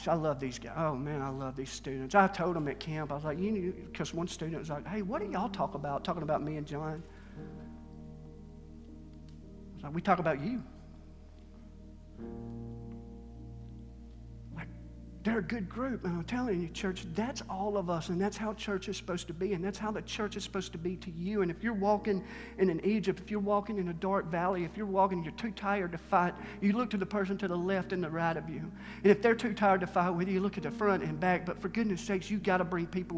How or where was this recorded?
live audience